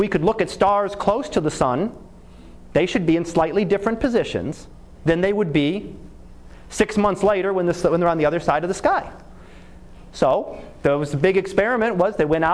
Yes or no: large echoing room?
yes